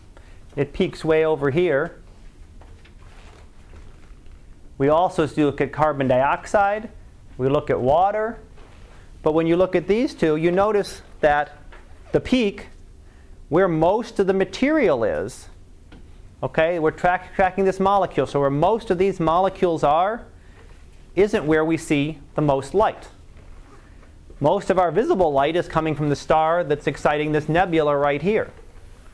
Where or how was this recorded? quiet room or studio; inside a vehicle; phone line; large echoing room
large echoing room